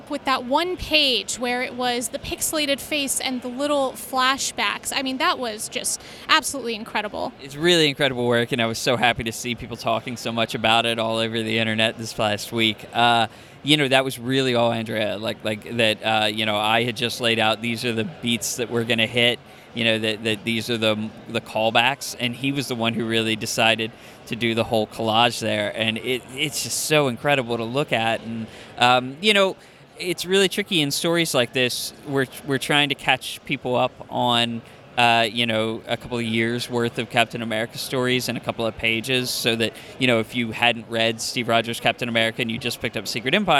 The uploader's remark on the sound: Five Points Festival 2017. Interviewed at Five Points Festival in NYC.